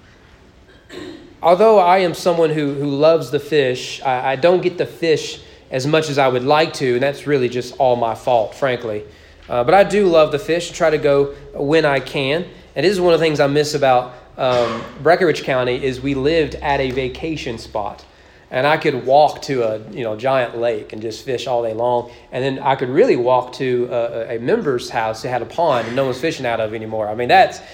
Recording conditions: large echoing room